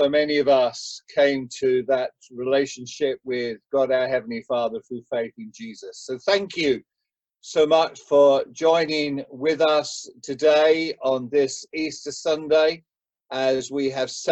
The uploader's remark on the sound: Preaching on our Easter Sunday livestream via a zoom.us virtual church service.